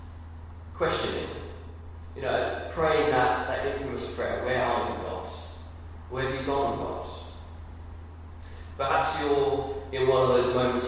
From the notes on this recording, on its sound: Sorry - The audio quality is poor on this.